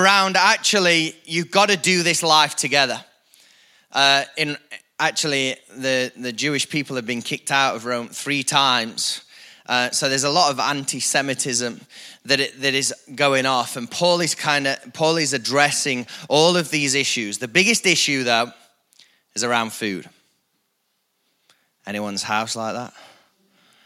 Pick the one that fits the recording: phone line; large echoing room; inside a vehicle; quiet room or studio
large echoing room